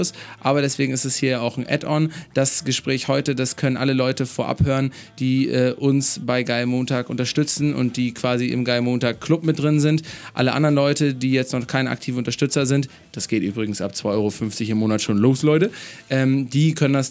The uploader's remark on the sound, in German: Dies ist eine Zusatzfolge, die wir auf der Future Work Konferenz in Berlin aufgenommen haben.